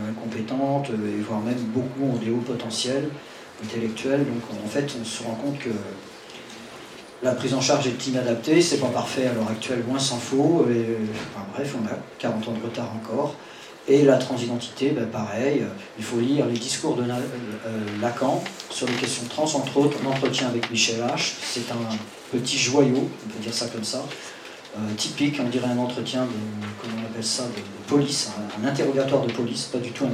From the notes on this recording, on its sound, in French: Au centre LGBTQI de Paris Ile-de-France. Enregistrement réalisé en public au Centre LGBTQI Paris-Île de France.